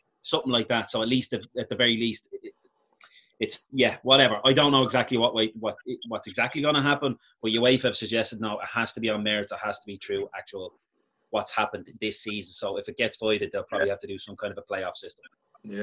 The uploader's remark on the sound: Zoom Show